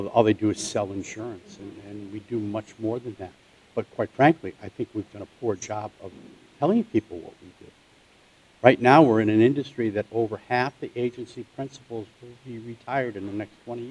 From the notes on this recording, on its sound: The interview took place at The Big Event hosted by MAIA in Boston in November 2019.